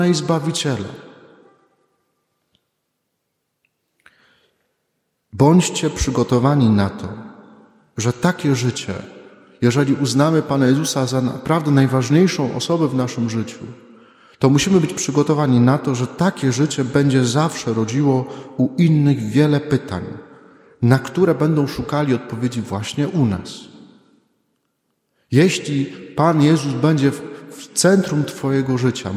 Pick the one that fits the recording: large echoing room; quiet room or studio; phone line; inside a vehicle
large echoing room